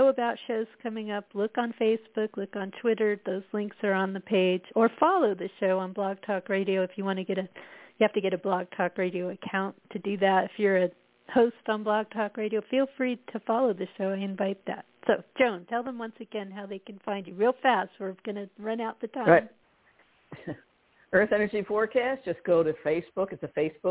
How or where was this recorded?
phone line